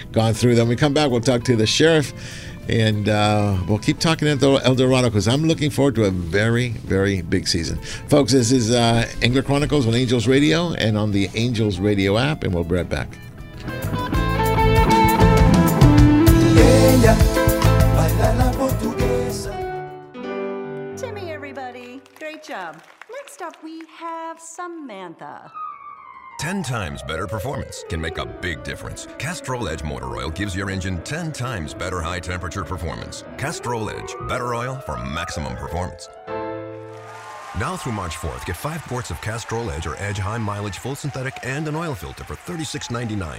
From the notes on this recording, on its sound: "LIVE" from Angel Stadium in Anaheim, CA.